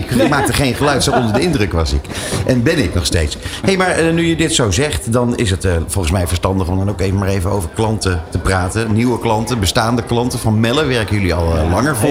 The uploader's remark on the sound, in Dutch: De uitzendingen vinden plaats vanuit de Embassy of Dutch Creativity, de handelsmissie van de Nederlandse creatieve industrie tijdens het 70ste Cannes Lions International Festival of Creativity.